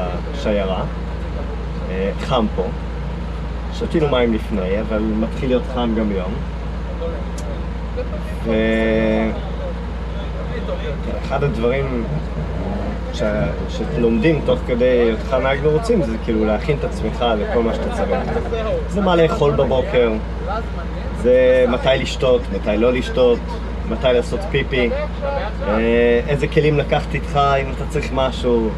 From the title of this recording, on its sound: LIVE from the Golan Heights Hill Climb